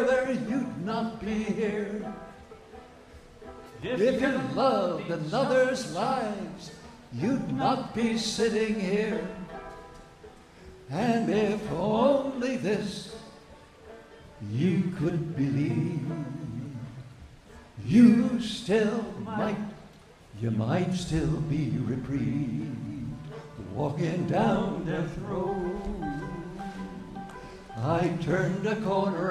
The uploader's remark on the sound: Newport Folk Festival 2009. In the midst of pouring rain, nothing could stop the Newport audience from singing even louder at the Sunday night singalong.